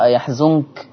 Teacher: حفص عن عاصم قرأ يحزنك بفتح الياء وضم الزاي